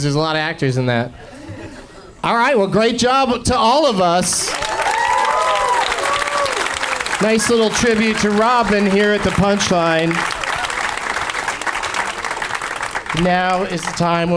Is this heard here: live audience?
yes